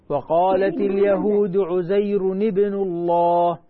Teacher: ابن هذه همزة وصل يا بنتي. إذا وصلناها مع اللي قبلها تسقط الهمزة.